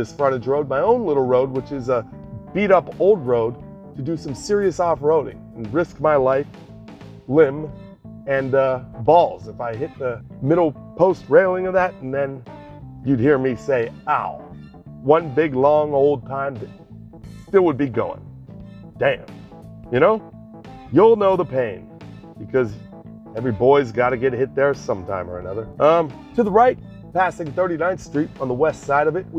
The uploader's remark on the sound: The segment today begins with us driving off the lot of a daycare school in NBV and heading towards the West Elm store in midtown.